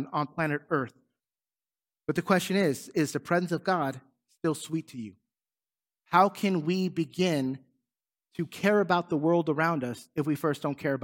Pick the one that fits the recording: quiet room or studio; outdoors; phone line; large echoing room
large echoing room